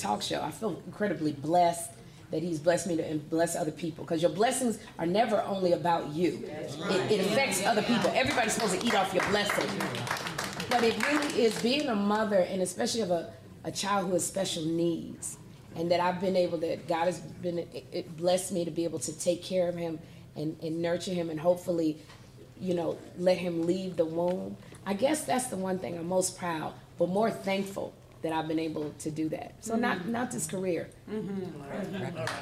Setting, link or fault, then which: setting, live audience